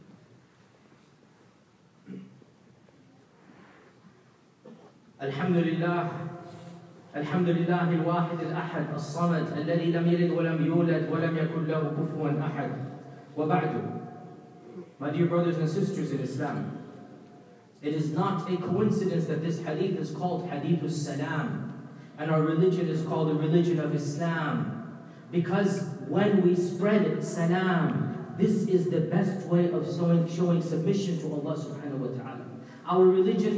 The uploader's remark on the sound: delivered a powerful Sermon at MCA in Bay Area California